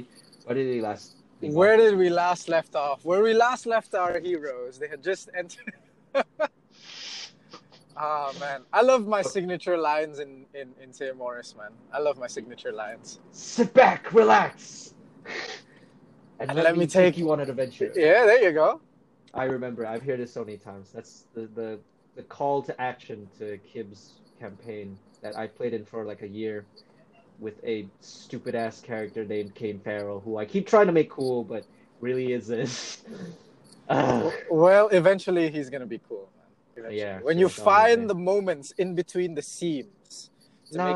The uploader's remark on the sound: Totally didn't record this episode while I was driving to work.